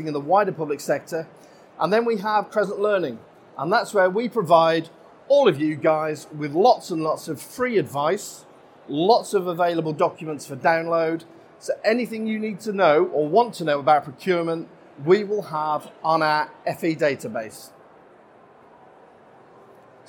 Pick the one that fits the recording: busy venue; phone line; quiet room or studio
busy venue